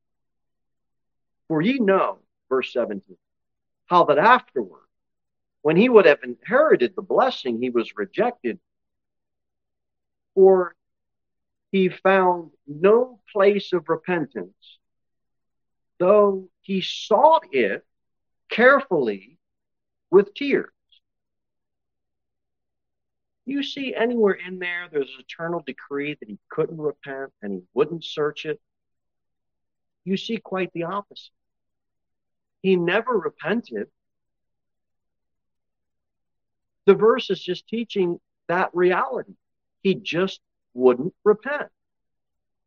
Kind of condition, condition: setting, large echoing room